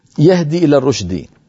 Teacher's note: الهاء تخرج من أقصى الحلق والوتران الصوتيان يجب أن لا يبتعدا جدا عن بعضهما، فإن ابتعدا جدا تدفق الهواء بكمية كبيرة فأضعف صوت الهاء وأفرغ الرئتين من الهواء.